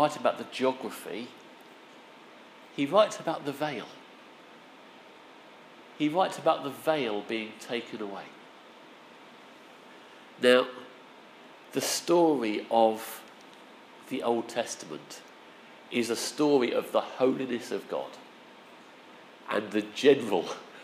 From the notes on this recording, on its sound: Our sermon from the 9am service